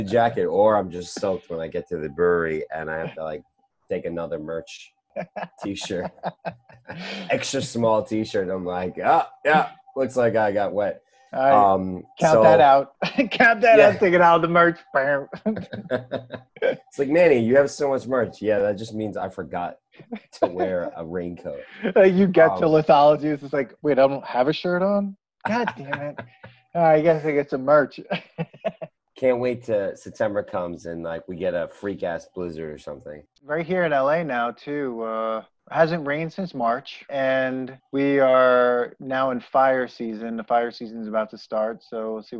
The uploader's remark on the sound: We recorded this on August 3rd, 2020 on Zoom so there are small sound discrepancies due to Hurricane Isaias coming in towards NYC.